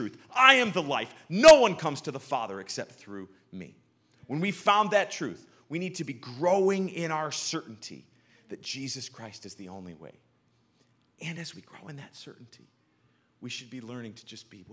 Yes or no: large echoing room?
yes